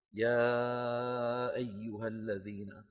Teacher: على وتيرة واحدة، سواء كانت الطبقة منخفضة يا أيها الذين أو مرتفعة يا أيها، المهم الطبقة اللي دخلت منها تطلع منها، مو ضمن الحرف الواحد. · Term: المد